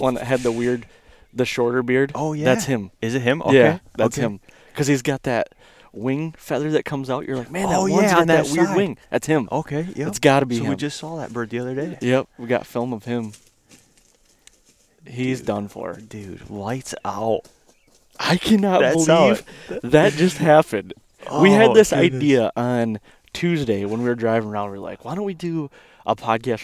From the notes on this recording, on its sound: This weeks podcast was recorded 4 days ago on a morning Turkey hunt